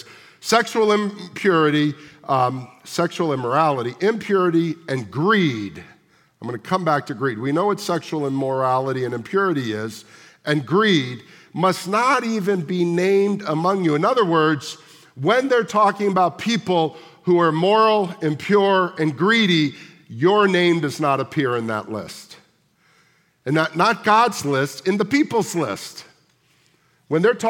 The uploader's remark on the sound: at the August 6, 2023 Sunday morning services of Boca Raton Community Church in Boca Raton, Florida